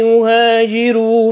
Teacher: فيهاجروا الراء مضمومة مسبوقة بكسر أصلي · Term: ترقيق حرف الراء